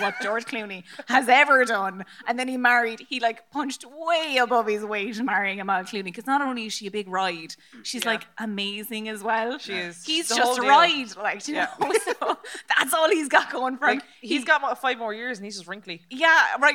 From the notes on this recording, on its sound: Motherfoclóir Beo was recorded in front of a live audience in the Maynooth Students' Union Venue as part of Seachtain na Gaeilge 2019.